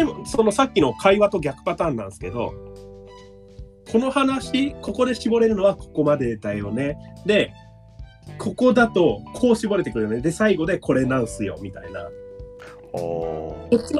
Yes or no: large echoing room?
no